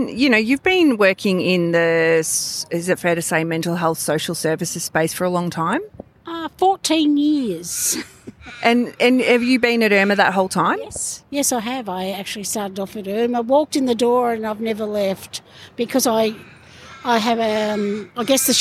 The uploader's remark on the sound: This is an episode recorded during Homelessness Week 2023, live from Harmony Square Dandenong in Melbourne's south east. Co-hosted by Wayss and City of Greater Dandenong.